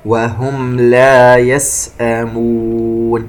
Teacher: وننتبه إلى الصفير في حرف السين · ميم ساكنة وبعدها حرف اللام إظهار شفوي